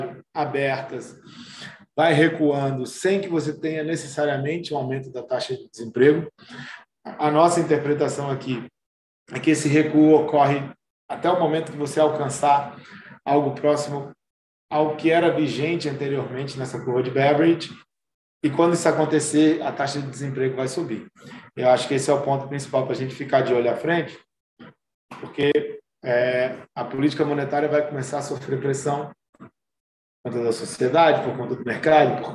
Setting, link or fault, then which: link, video call